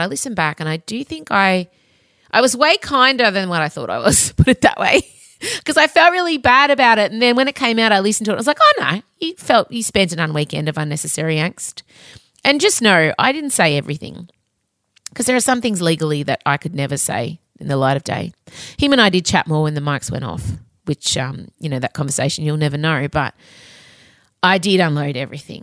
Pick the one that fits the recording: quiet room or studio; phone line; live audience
quiet room or studio